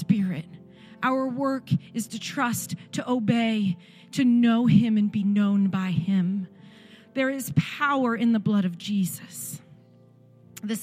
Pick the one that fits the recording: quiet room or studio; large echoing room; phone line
large echoing room